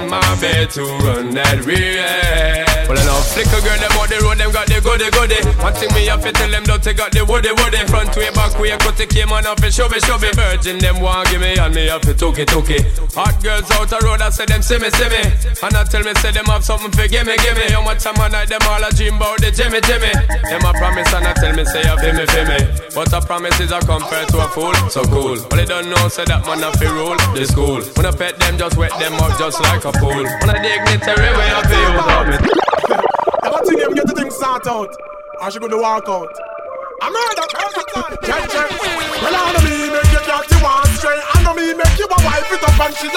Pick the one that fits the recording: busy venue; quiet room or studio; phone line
busy venue